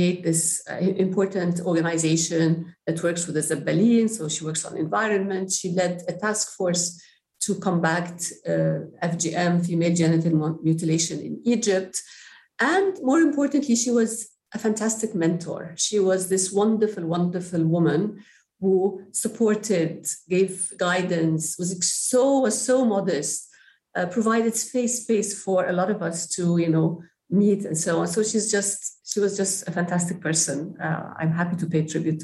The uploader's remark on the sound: Following the interview, there is a moderated town-hall-style Q&A with questions coming from the live virtual audience.